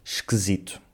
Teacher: estes is átonos transformam-se em es, como na palavra esquisito, que nós dizemos esquisito.